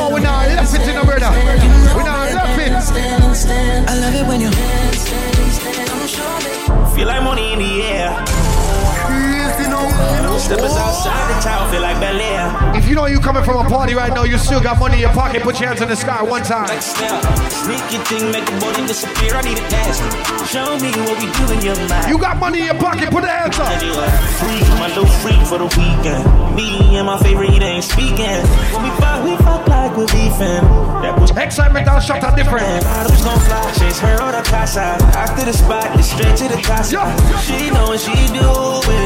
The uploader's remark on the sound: LIVE at AFTEEZ